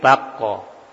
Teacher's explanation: Kalau kof itu biasanya mantulnya itu ke arah fathah ya, bako. Ya. Bukan bake tapi bako, ke arah fathah.